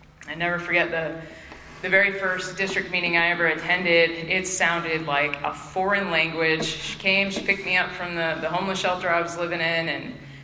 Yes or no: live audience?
yes